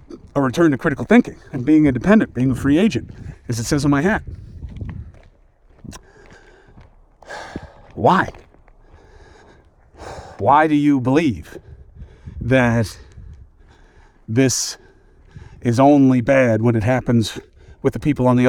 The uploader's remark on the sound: Walk and Talk